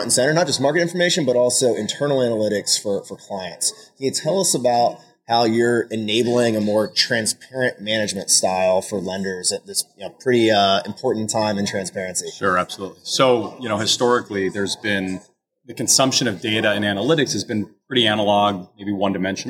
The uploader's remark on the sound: Live interview at HousingWire Annual in Austin, TX. In this live interview at HousingWire Annual in Austin, TX.